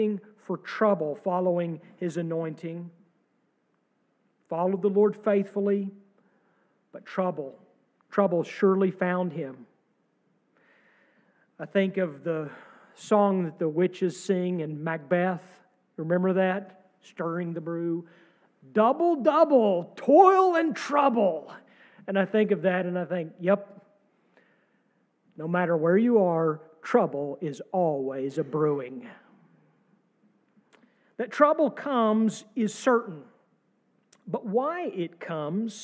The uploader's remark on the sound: sermon from our service on March 26, 2023